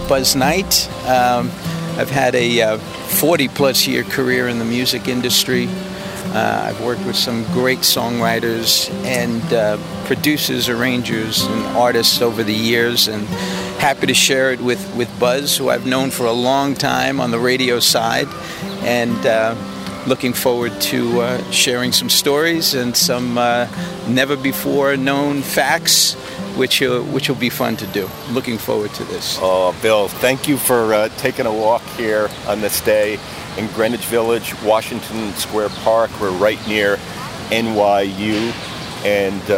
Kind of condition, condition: setting, outdoors